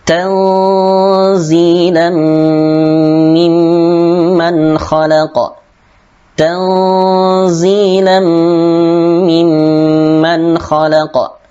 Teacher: terdapat tanwin fathah bertemu dengan mim sehingga ditahan dua harokat · Term: idgham bi gunnah